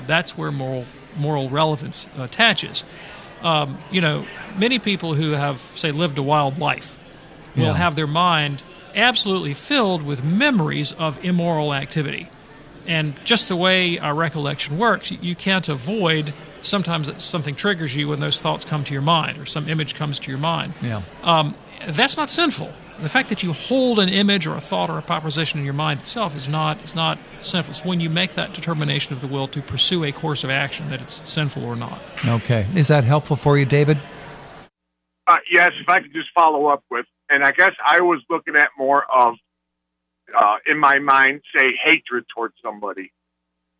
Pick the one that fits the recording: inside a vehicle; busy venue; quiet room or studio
busy venue